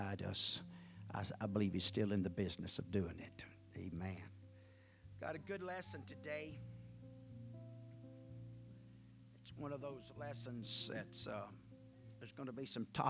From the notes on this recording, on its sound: at the First Jesus Name Church of Benndale on the Sunday morning of 6-25-2023